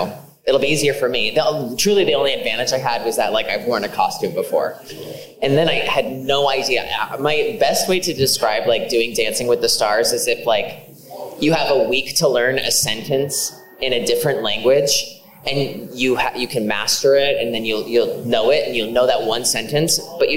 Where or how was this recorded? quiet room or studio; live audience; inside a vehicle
live audience